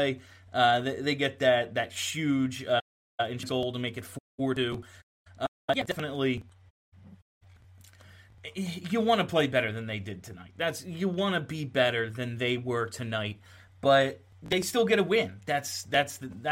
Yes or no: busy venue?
no